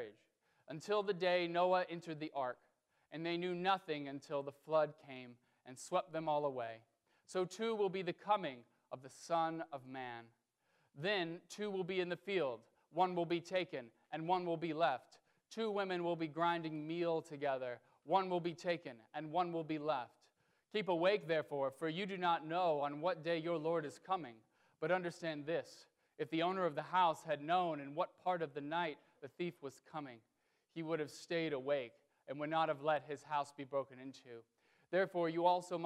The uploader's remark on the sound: during the 9:00 AM service on Sunday Decembrer 1, 2019, at First Presbyterian Church of Arlington Heights, Illinois.